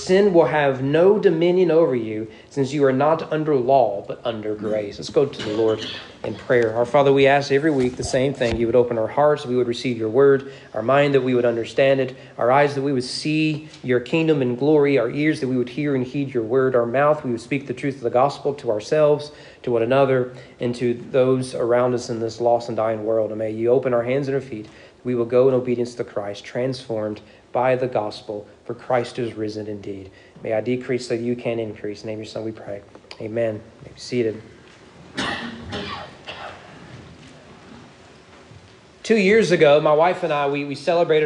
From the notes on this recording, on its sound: Sermon preached on April 30, 2023 at East Frankfort Baptist Church during morning worship.